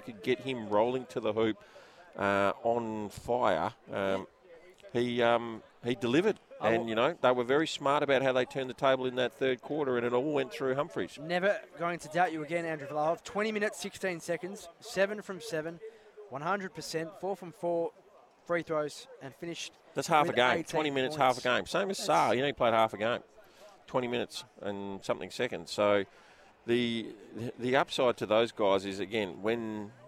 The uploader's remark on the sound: LIVE from the RAC Arena